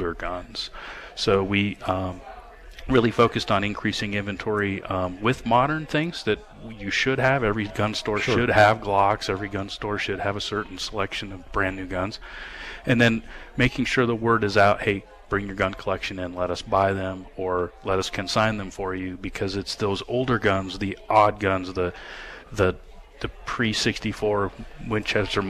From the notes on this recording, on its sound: “live” Broadcast from The Gun Room’s 1st Annual Open House Event. We are broadcasting live from the 1st Annual Open House Event at The Gun Room! The Gun Room located at 1595 Carr St.